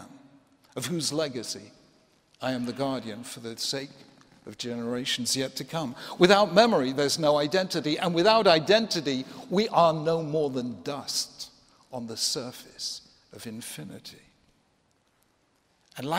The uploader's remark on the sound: 2016 Templeton Prize Ceremony